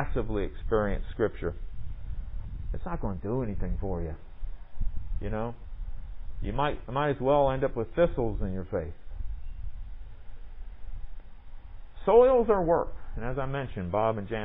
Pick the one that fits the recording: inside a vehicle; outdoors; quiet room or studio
outdoors